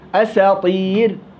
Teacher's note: ليش الراء مرققة؟ لأنه ساكن ما قبلها ياء